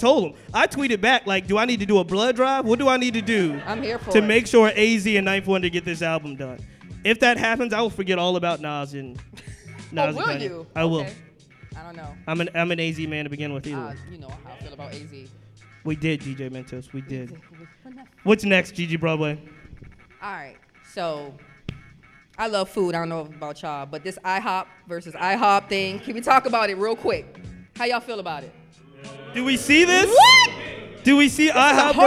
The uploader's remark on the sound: WRIR Live. This episode was recorded live at 804RVA in front of a sold-out audience.